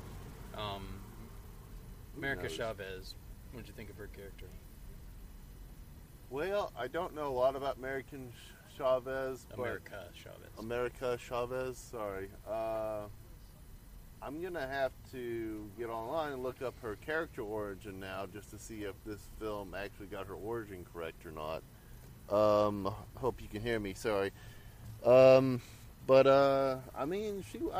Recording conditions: outdoors